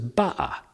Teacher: Cockney speakers will use glottal stops to replace t before consonants and weak vowels.